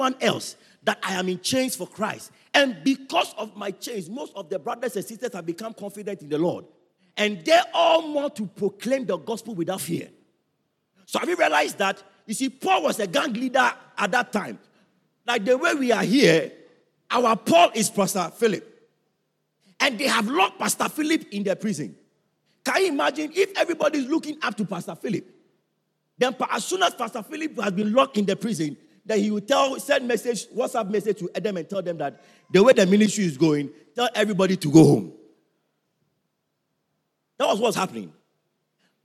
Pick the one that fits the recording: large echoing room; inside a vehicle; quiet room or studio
large echoing room